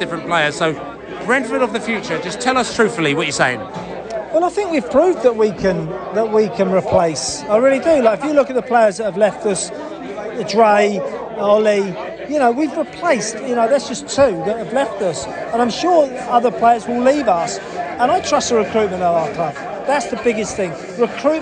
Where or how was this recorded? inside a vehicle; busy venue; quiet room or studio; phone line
busy venue